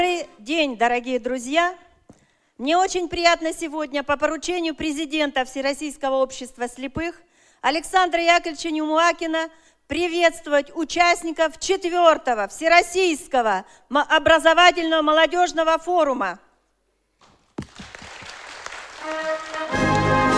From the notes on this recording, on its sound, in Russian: Аудиозапись торжественной церемонии открытия Всероссийского образовательного молодёжного форума ВОС 2017.